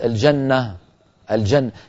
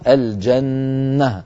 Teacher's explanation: لا بد من تطويل الغنة · Shown in: second take